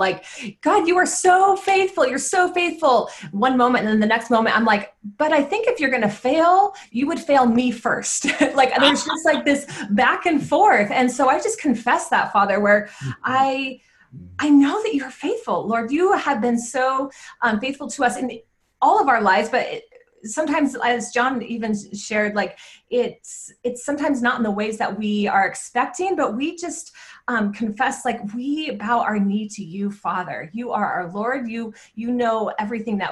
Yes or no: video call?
yes